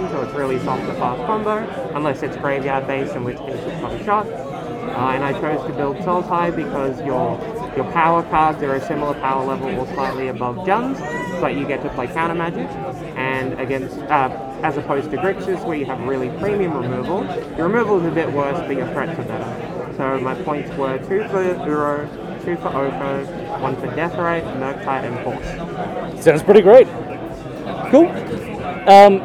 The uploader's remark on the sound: A slightly experimental episode with a lot of noise, but it's a series of short interviews with about 10 or 20 people from Australian Highlander Nationals